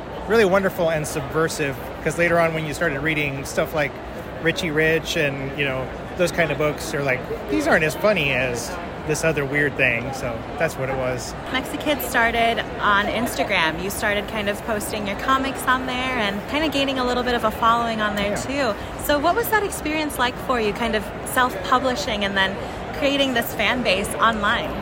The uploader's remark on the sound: hits the halls of ALA’s 2023 Annual Conference and Exhibition in Chicago for rapid-fire interviews